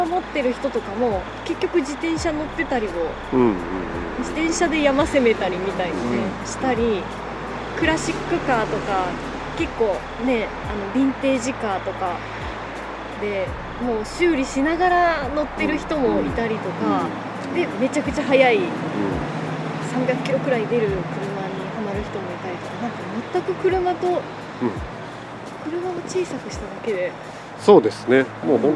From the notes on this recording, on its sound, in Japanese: PINE BEACH RC RACEWAY。レース場の横で収録させていただきました！レース場の熱気も相まって。